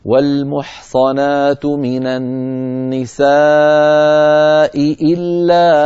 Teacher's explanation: فالتقى في النطق همزتان متتاليتان كلتاهما مكسورة، فعلى القارئ أن يبين كلتا الهمزتين